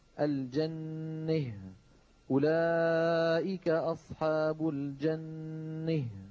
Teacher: الإمام الكسائي رحمه الله يميل فتحة الحرف الذي قبل هاء التأنيث